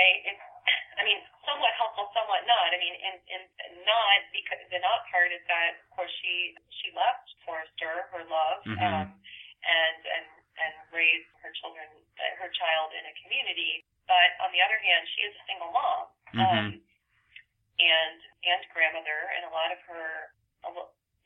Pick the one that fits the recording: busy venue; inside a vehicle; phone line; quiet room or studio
phone line